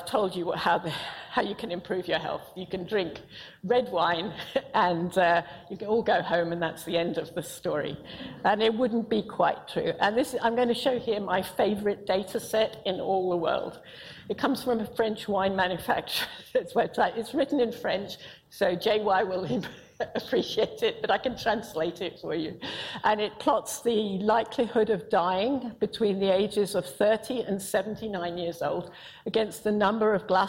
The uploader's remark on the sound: IFE Grand Challenge Lecture, recorded 1 November 2018 at QUT